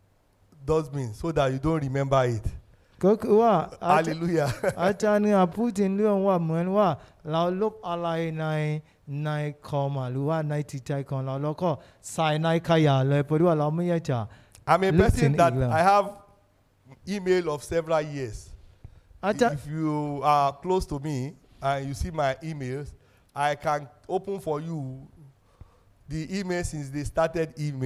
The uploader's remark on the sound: This sermon was Preached Live